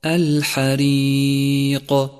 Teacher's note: لاحظ صفة القلقلة لحرف القاف في كلمة الحريق، الحريق، وهي هنا قلقلة كبرى لأنها في آخر الكلمة، وقد لونت بالأزرق الفاتح إشارة إلى صفة القلقلة في مصحف التجويد.